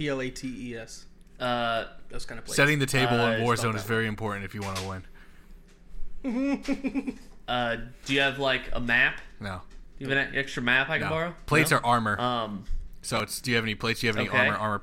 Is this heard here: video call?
no